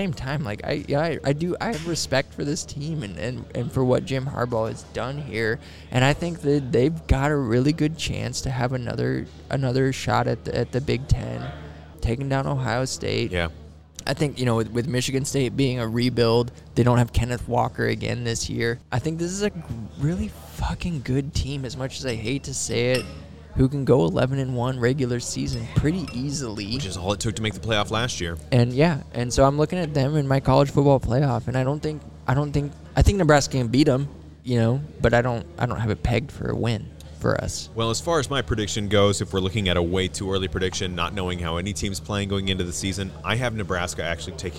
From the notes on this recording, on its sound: while recording at Big Hair Brewhaus in Hartington, Nebraska